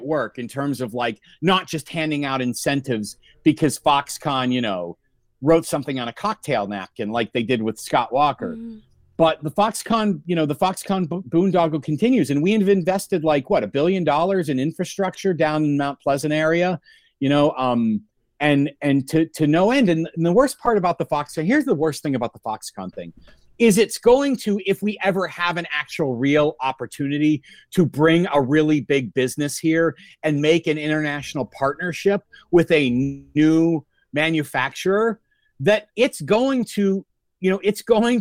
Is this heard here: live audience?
no